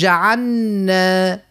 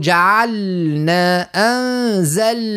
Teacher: لا يلزم نخلصوا اللام ونبينوا بعدها النون · Shown in: second take · نقول جعلنا أنزلنا.